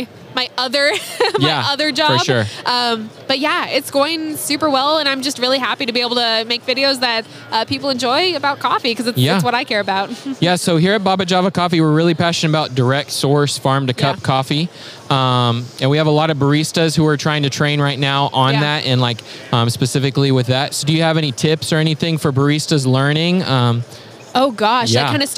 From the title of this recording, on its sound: Live at SCA